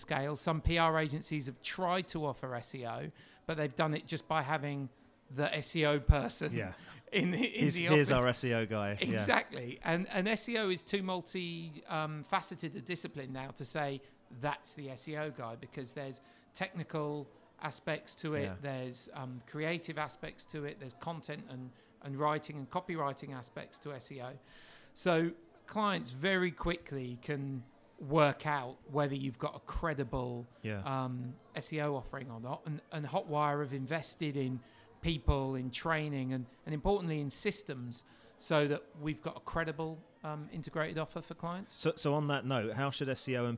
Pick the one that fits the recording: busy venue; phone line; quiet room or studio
busy venue